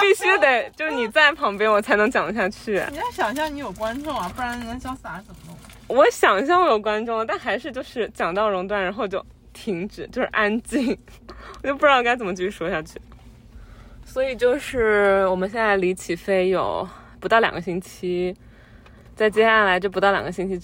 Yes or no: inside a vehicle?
yes